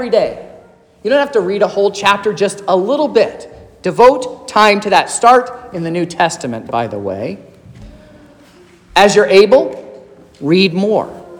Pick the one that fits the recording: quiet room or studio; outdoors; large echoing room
large echoing room